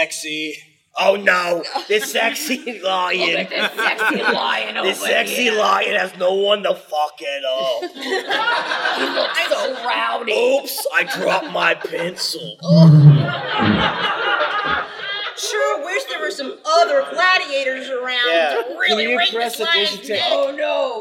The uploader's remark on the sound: Thank you so much to everyone who came out for our GeeklyCon 2023 live show! It was a little different and I think the more personal touch really upped the energy on the stage.